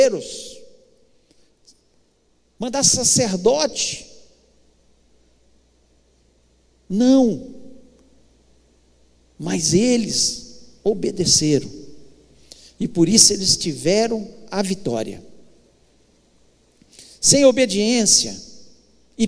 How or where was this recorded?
large echoing room